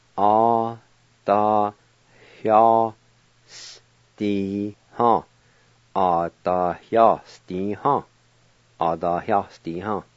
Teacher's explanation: And there's an H sound right before the Y.